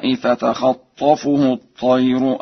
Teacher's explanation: وأما قوله تعالى: فتخطفه الطير، قرأها ورش بفتح الخاء وتشديد الطاء